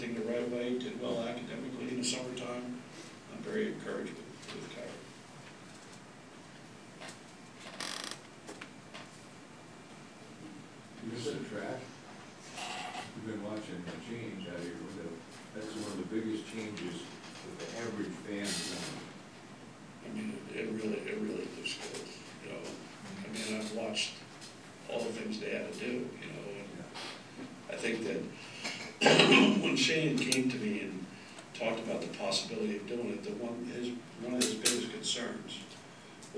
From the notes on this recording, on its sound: a Thursday morning press conference at Mrkonic Auditorium